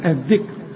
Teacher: هنا عند الوقف فقط هنرقق الراء، نقول الذكر.